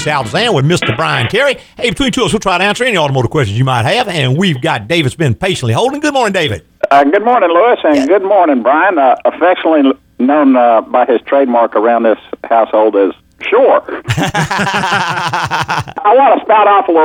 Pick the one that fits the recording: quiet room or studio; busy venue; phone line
phone line